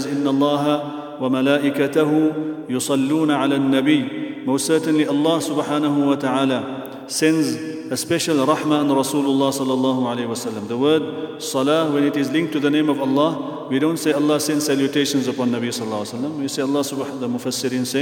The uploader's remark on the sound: at the Houghton Masjid (West Street)